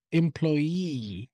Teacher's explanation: We don't hear the ye sound, really.